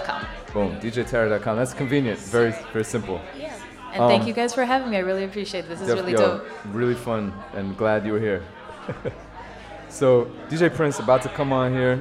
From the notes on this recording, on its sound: Originally broadcast live on August 22, 2016 from the storefront of The Late Late Bar on Houston Street in New York City.